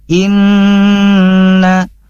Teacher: di sini ada pada nun bertasydid, maka sahabat MQ tahan saja, tak perlu ragu